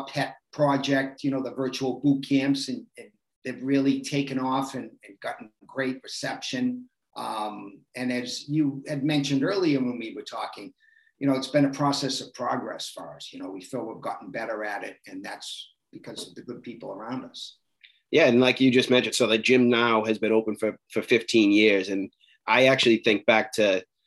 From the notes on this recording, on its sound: Virtual Bootcamp (zoom)